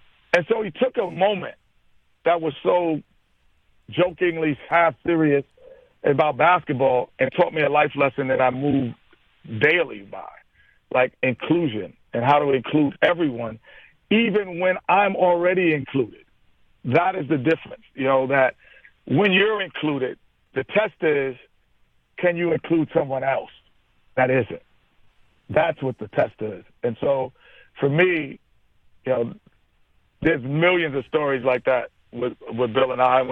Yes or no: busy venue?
no